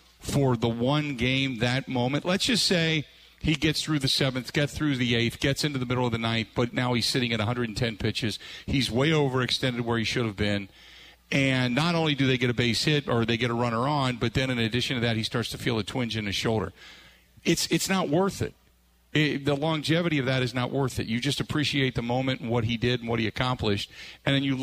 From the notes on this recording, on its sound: joins him live at Steny's